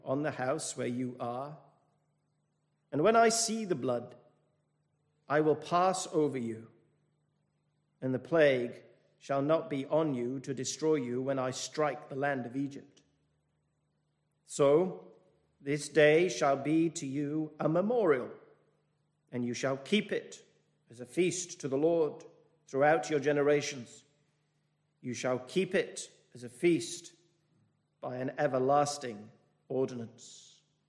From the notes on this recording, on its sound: This message was delivered at the 221st Church Anniversary thanksgiving service from Penzance Baptist Church.